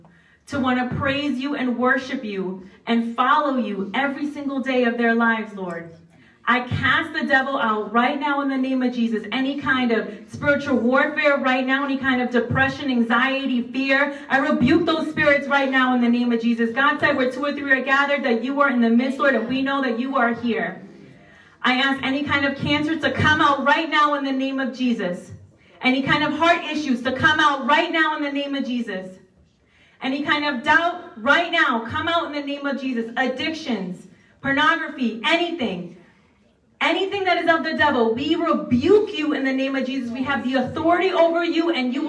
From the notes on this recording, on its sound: A special LIVE talk. Christian Revolution LIVE event New Hampshire.